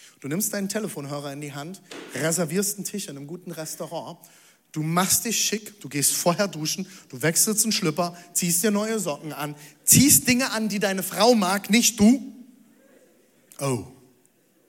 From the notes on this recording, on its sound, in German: Audiomitschnitt der Predigt.